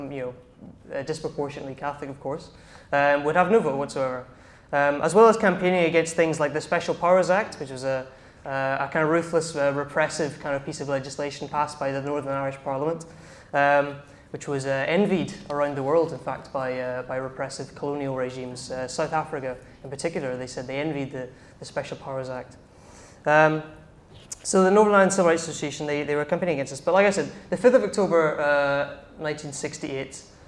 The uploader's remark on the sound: In this talk from Revolution Festival 2019